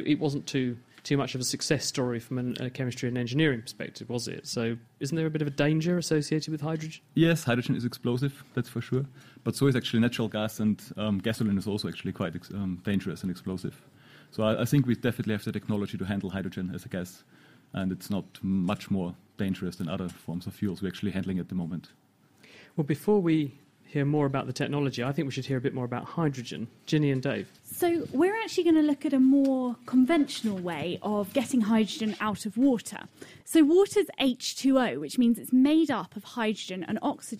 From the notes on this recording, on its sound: In this special Naked Scientists show, live from the Cambridge Science Centre, we talk to some of the researchers trying to do just that.